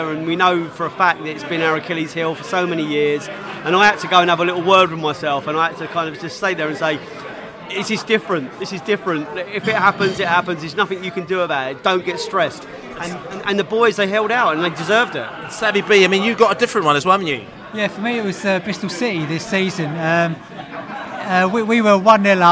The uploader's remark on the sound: live and direct from The George IV pub in Chiswick